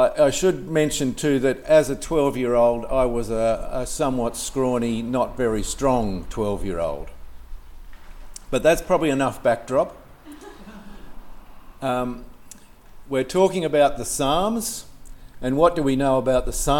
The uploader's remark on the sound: This sermon was preached on 14th January 2024 at all services of Helensburgh and Stanwell Park Anglican Church.